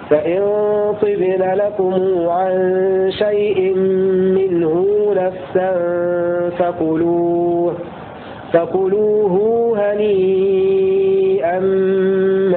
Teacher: بصلة الميم لابن كثير وصلة الهاء كذلك ابن كثير